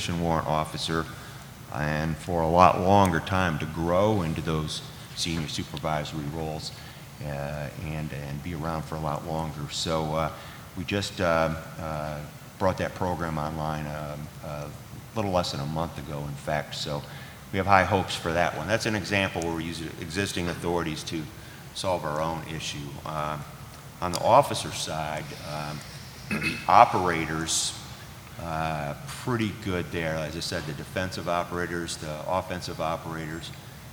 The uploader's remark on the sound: This week's program is an abridged version of a panel discussion at the annual Sea Air Space conference with the personnel chiefs of the Navy, Marine Corps and Coast Guard.